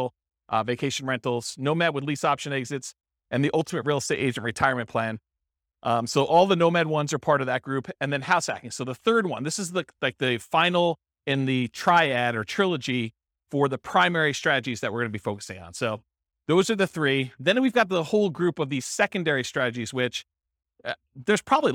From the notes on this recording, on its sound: This was a live class recorded